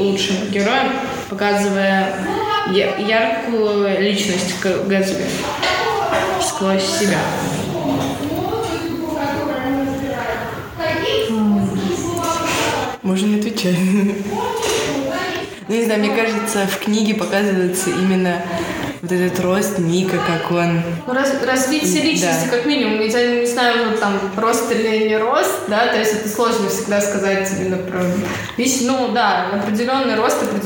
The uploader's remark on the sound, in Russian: Как всегда - шум, гам, тарарам.